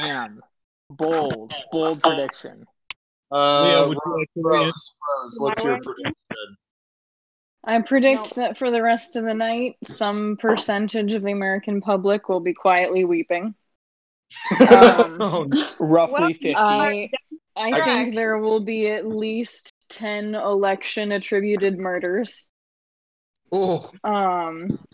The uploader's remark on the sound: A very, very poor quality bonus "episode" recorded drunkenly on election night with a panel of people talking over each other.